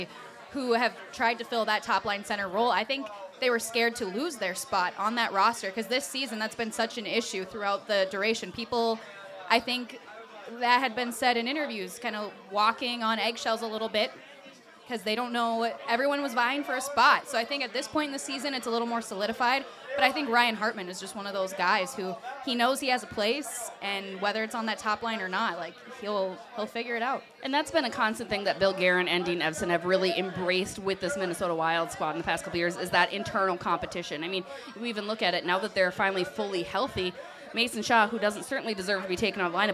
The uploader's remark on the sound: Live from Cozzie’s in Stillwater